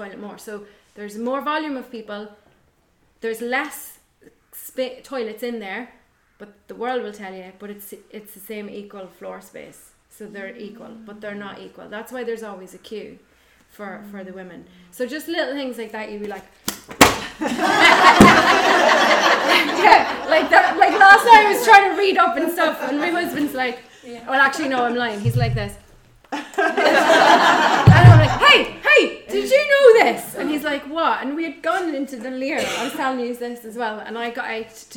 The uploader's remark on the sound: This episode was recorded at a recent Wild Women Within live event.